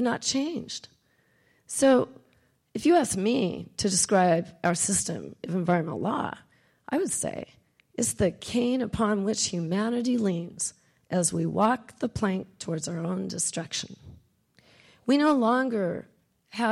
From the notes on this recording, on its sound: Recorded at the University of Oregon.